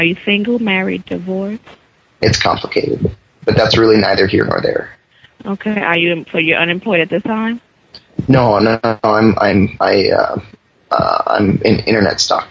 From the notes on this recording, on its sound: Prank Phone Calls